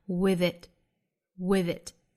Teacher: With 和 it 做辅元连读